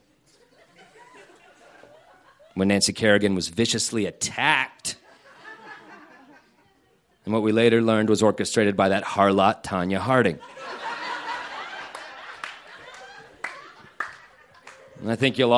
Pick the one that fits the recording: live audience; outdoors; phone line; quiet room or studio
live audience